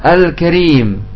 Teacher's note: Lam sukun dibaca jelas al karena di depannya ada huruf kaf. Dan kaf termasuk huruf qamariyah. · Term: idhar